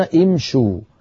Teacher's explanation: فامشي وضعنا لها واو الجماعة فضمت الشين لمجانسة الواو بعدها، لم تقل العرب امشوا امشوا، هذا لا يصح، فيقولون امشوا بضم الشين لمجانسة الواو بعدها. إذن هذه الضمة ضمة عارضة، والأصل في الشين أنها مكسورة، لذلك نبدأ بها مكسورة الهمزة فنقول امشوا.